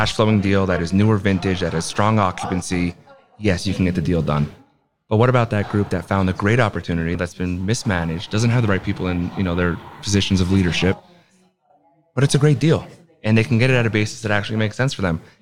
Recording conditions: busy venue